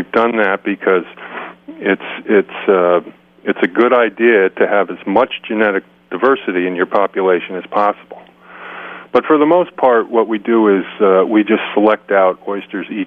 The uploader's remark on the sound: is on the line